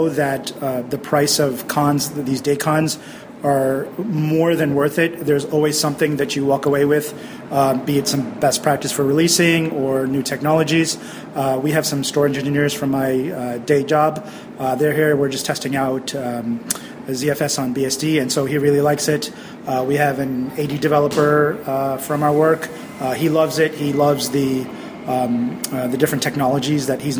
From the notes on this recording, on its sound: NYCBSDCon 2014 was great, and I recorded a series of voices from the attendees.